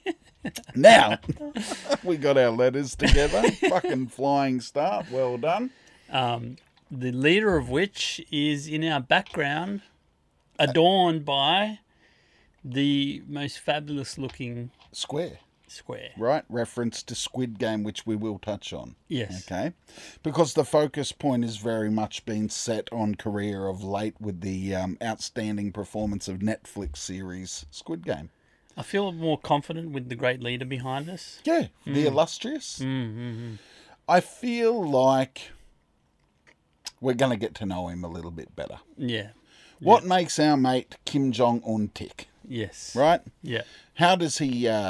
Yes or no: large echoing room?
no